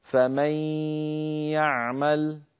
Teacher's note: أدغمنا النون في الياء فتحول جزءها اللساني إلى ياء، أما جزء النون الخيشومي وهو الغنة بقي موجودا، بل طولناه ومططناه حتى صار طويلا غنة كاملة، فمن يعمل. · Term: الإدغام بغنة